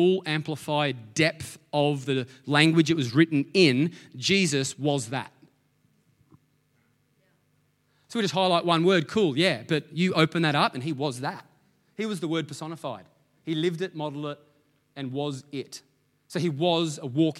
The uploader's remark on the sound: Sunday May 9 Echo Church Melbourne